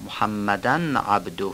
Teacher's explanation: تنوین محمدنم ادغام دیگه نداره اینجا، محمدن عبده، اینجا دیگه معمولی و اظهار میشه.